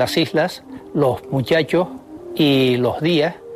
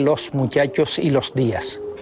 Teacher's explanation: aspiran los canarios la S que aparece a final de sílaba · Shown in: first take · Term: aspiración